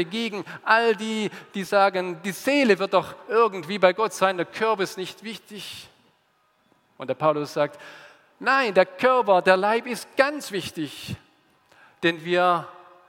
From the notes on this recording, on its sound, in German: aus dem Gottesdienst der Liebenzeller Mission